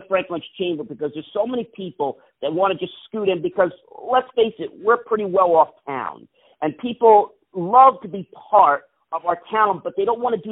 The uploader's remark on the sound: On the phone